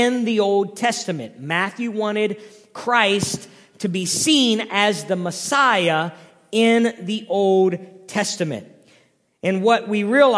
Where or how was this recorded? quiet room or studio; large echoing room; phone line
large echoing room